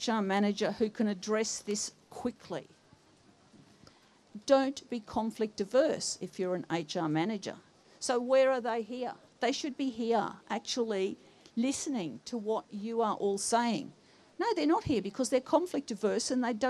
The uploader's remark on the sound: We bring you the second of two episodes recorded at the teach-in held during the October strike.